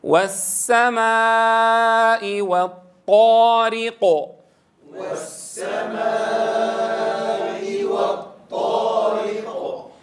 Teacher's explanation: الواو في البداية لابد أن تضم الشفتين عند النطق بها، نضم لتحقيق المخرج ثم نفتح لتحقيق الفتحة.